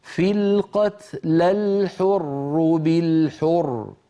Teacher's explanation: الحر، واجتمع ساكنان أولهما حرف مد، فالعرب في مثل هذه الحالة يتخلصون من التقاء الساكنين بحذف الأول لأنه حرف مد